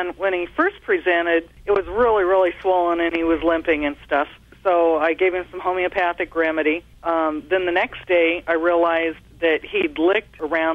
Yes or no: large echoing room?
no